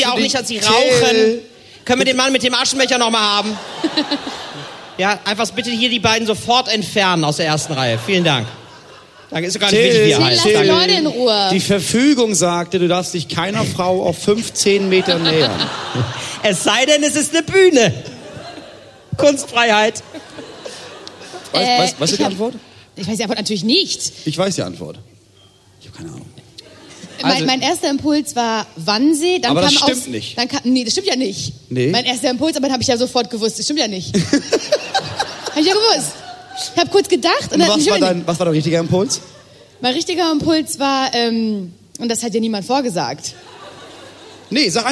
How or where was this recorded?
live audience